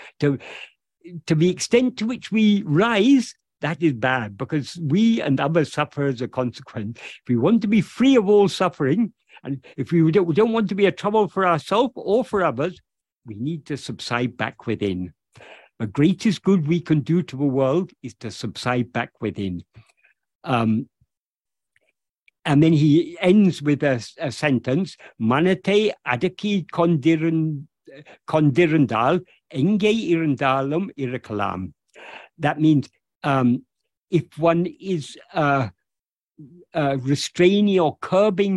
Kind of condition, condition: link, video call